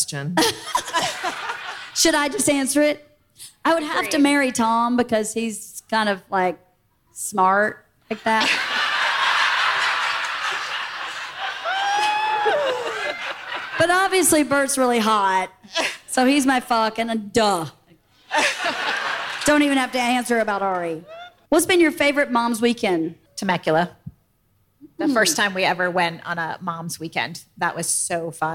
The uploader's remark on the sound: Live From Fully Loaded at Sea